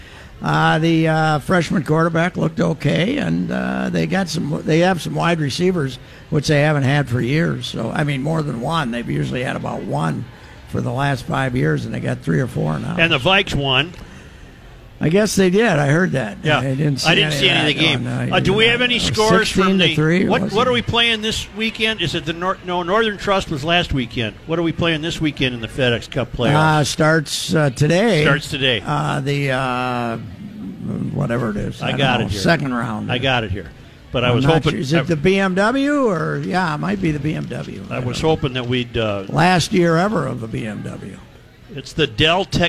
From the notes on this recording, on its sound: Live at the Fair. Final State Fair Show.